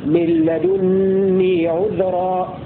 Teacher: وقرأ الباقون بضم الدال وتشديد النون